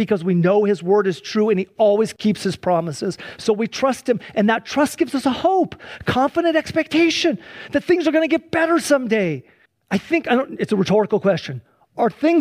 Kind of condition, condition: setting, large echoing room